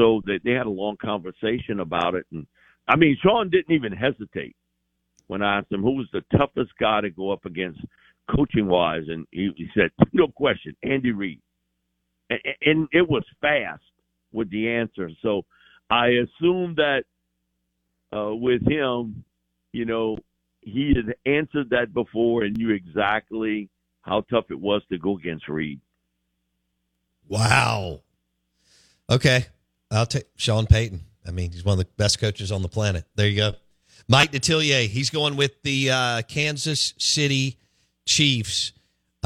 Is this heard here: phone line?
yes